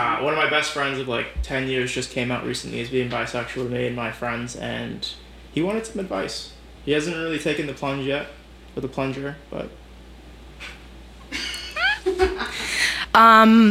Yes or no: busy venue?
no